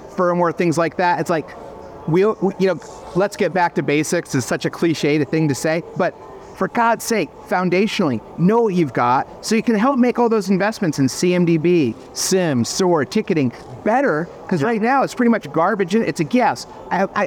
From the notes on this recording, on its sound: Live from Las Vegas: the Black Hat experience. Huddled in a corner, away from the lights and sounds of the slots. In this mini-sode on location.